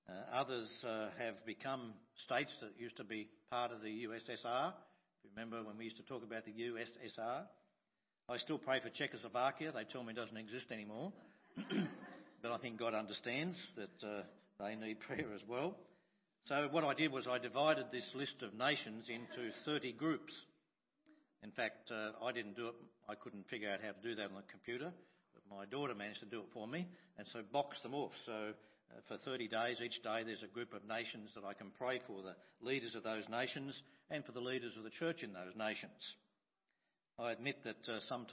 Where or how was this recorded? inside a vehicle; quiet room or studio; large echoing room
large echoing room